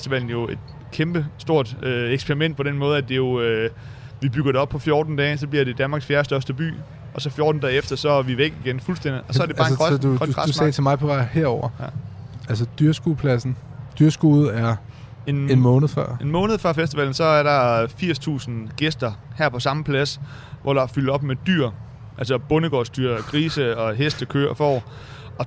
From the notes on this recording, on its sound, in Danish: 27 juni på Roskilde Festival